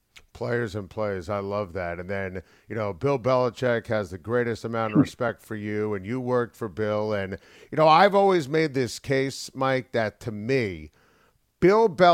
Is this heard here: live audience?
no